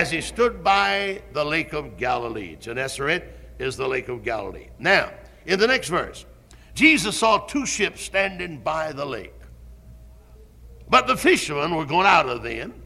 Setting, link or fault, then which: setting, large echoing room